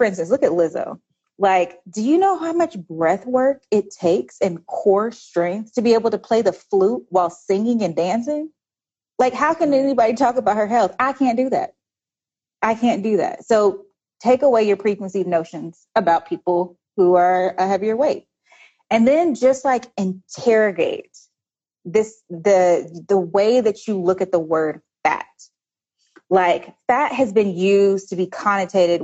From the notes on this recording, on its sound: featuring an episode from PushBlack’s Instagram Live series